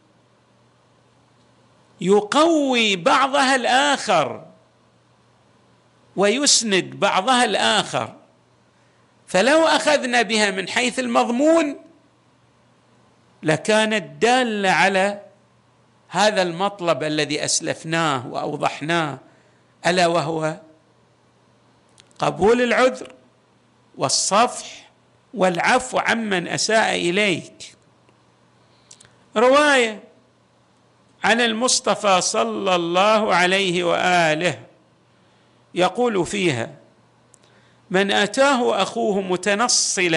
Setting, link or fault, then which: setting, large echoing room